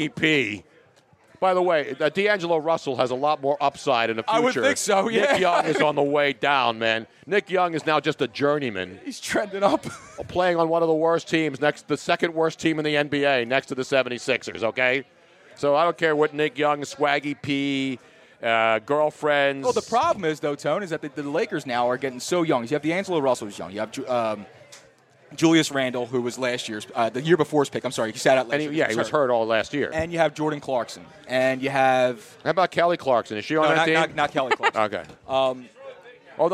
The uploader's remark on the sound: live from Nick's Place in Houston!